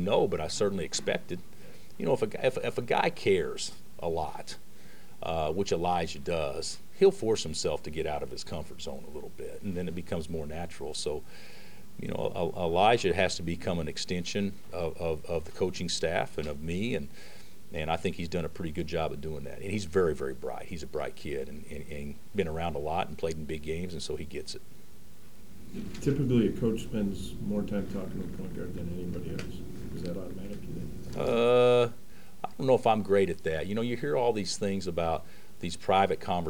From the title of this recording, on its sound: Press Conferences & Post-Game Interviews